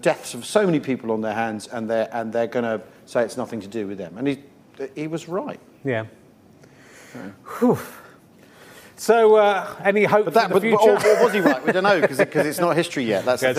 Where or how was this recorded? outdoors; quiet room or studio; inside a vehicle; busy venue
busy venue